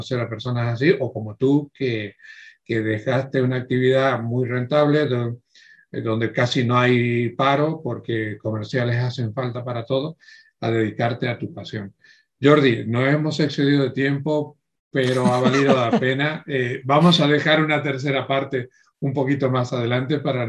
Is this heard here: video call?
yes